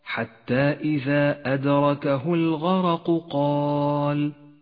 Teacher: الغين والراء والقاف كلها حروف مفخمة فحاذر من الترقيق في هذا الموضع، سبب تفخيم الراء هنا أنها مفتوحة لذلك لونت بالأزرق الغامق.